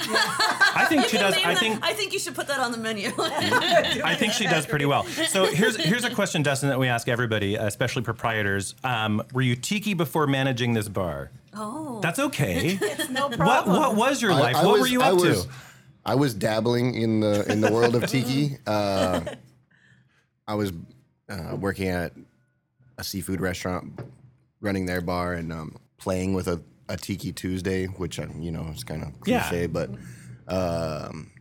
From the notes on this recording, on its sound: LIVE recording at the Bamboo Club in Long Beach.